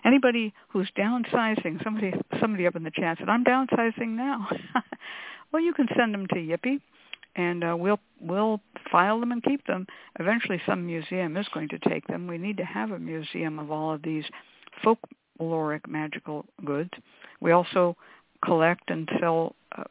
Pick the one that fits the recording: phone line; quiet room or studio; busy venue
phone line